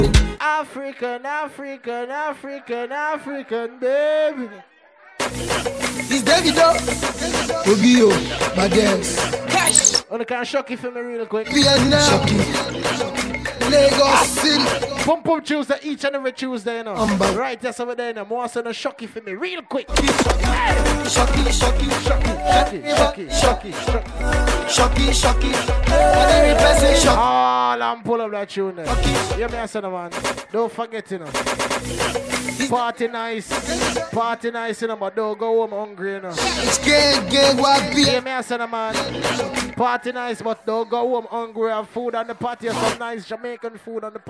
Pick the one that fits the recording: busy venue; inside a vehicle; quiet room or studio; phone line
busy venue